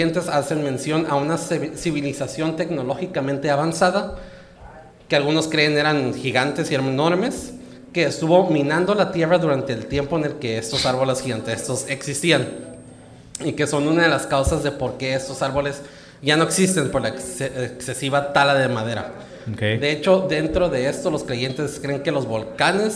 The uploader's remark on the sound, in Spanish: En Vivo Tijuana